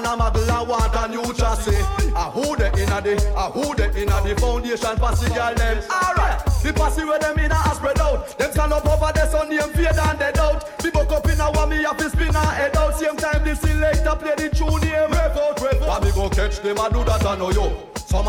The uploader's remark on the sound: this is the Audio of the Dance